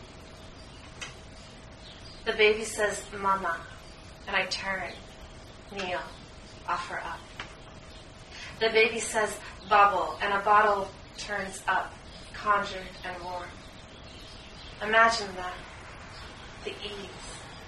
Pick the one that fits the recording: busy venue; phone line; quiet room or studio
busy venue